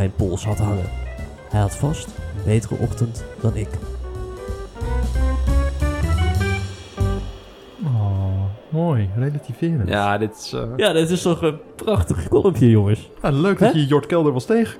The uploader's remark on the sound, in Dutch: LIVE vanuit het Casino, althans op het moment suprême was het live.